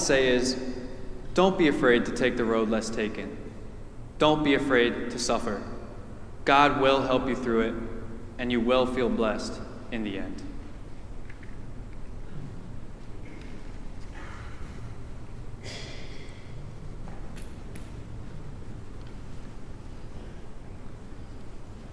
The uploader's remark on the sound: preached at our celebration of the Holy Eucharist service on the Sixth Sunday of Easter